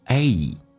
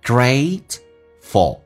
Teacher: A 这个发音，嘴巴打开一点点，嘴角拉到极限，再滑动到 E 这个发音叫 A，非常饱满。Grateful，心存感激。这一段慢速版本再来一遍。Maybe God wants us to meet a few wrong people before